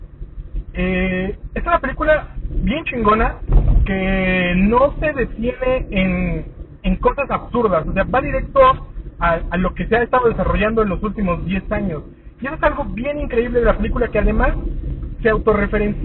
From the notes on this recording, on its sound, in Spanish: Salí de la función de prensa de Infinity War y me puse a grabar un podcast medio improvisado con mis primeras impresiones mientras encontraba el camino a casa. Disculpen la calidad del audio. Pero iba manejando y se grabó con un iPhone... Al menos es un iPhone X.